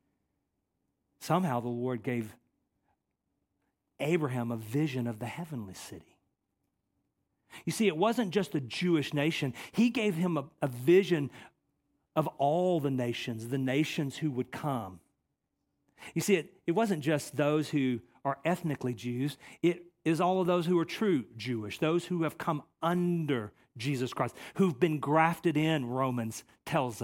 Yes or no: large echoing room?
yes